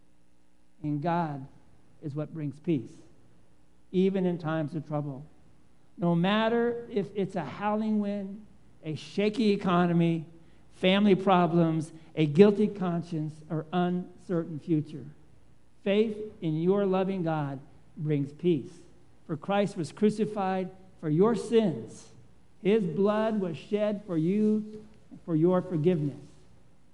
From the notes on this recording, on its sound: Live Worship Service